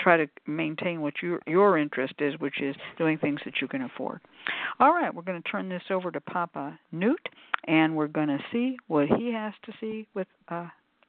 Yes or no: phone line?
yes